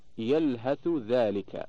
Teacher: إدغام الثاء في الذال في قوله تعالى يلهث ذلك بالأعراف